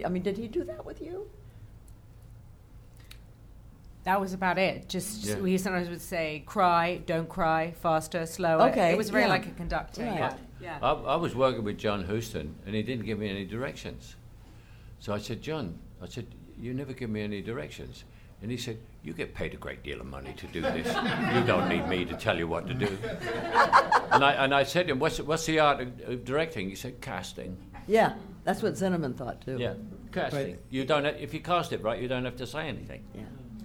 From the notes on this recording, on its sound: A special Los Angeles press conference.